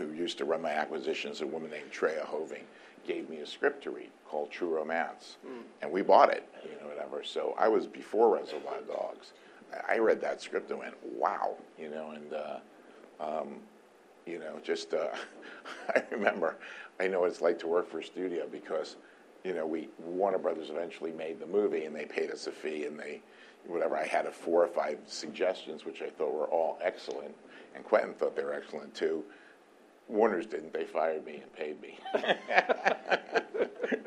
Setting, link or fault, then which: setting, live audience